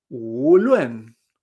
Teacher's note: U sube, luen baja